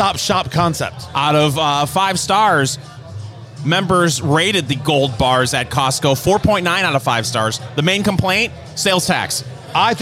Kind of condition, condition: setting, busy venue